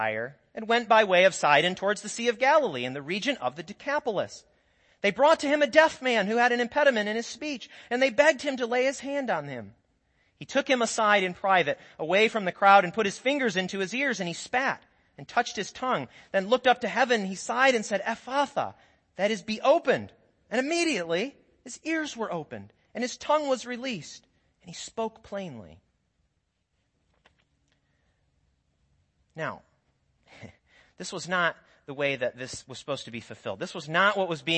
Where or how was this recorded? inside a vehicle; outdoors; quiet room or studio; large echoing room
large echoing room